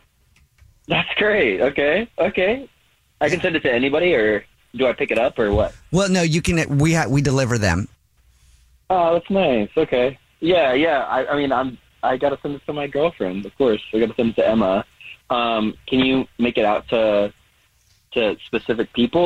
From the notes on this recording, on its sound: is on the phone today